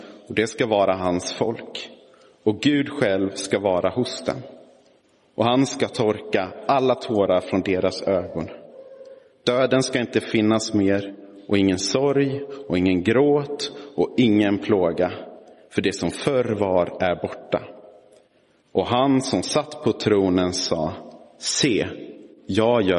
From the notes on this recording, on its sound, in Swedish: Inspelad i Roseniuskyrkan den 20 november 2022